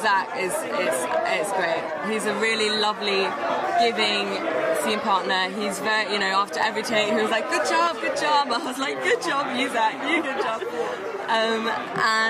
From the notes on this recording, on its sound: At the Toronto International Film Festival, we spoke to the cast. At its premiere event.